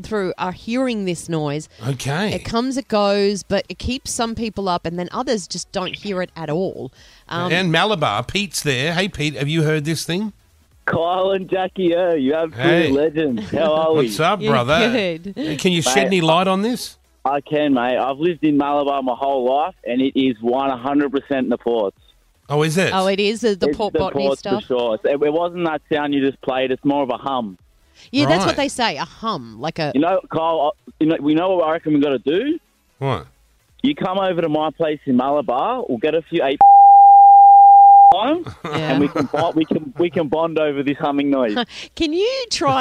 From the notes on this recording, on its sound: We take calls